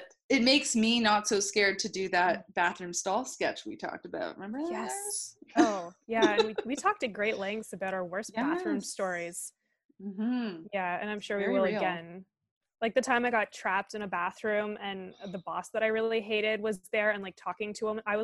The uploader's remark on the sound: This is the first of our virtual episodes recorded over zoom so please forgive the audio quality.